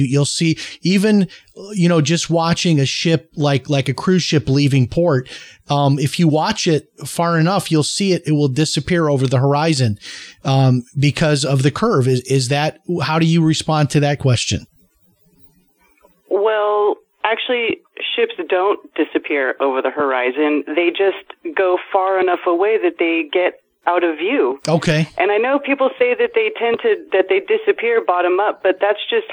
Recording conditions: phone line